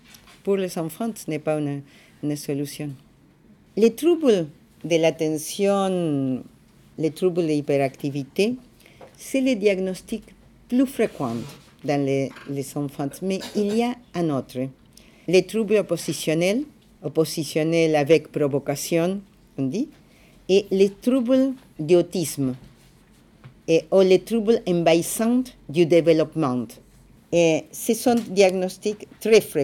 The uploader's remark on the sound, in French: enregistrée à l’Ecole de travail social Rabelais (Paris) le 3 février 2015